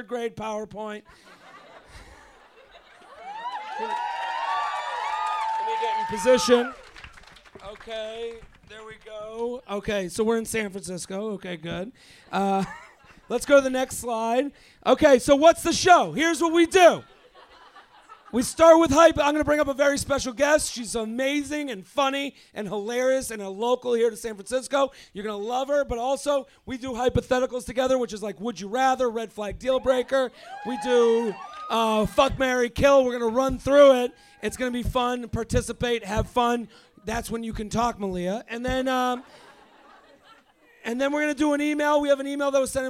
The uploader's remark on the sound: LIVE From The Punchline San Francisco